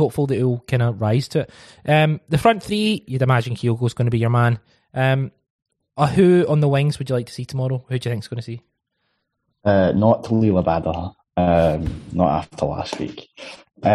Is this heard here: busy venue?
no